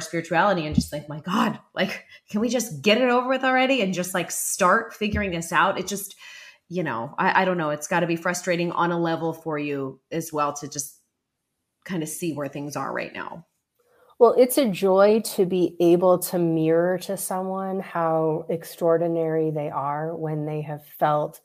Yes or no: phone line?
no